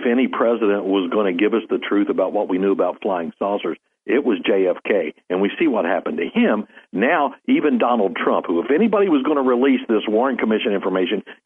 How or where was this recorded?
phone line